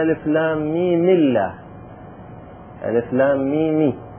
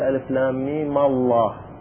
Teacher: حرك بالفتح لإرادة تفخيم لفظ الجلالة · Shown in: second take · لو حركنا بالكسر قلنا ألف لام ميم الله، ألف لام ميمي، فيكون لفظ الجلالة نقول الله ليس مفخم.